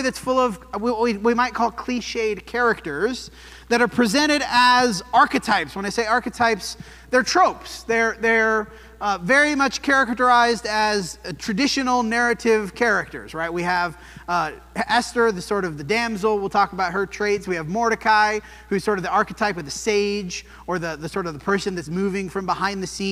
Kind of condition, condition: setting, large echoing room